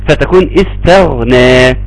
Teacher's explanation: بحافظ على التاء، ما بخليش الغين نظرا لانها حرف مفخم تسحب مني التاء لفوق ويطلع استا، فتكون استغنى.